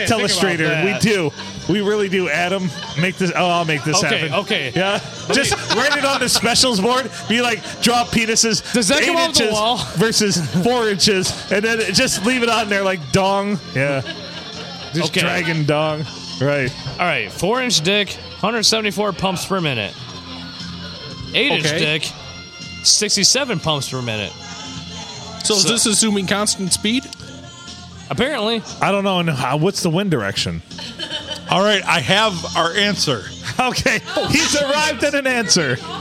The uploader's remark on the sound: Recorded in front of a live audience shooting pool at the Blue on a Sunday.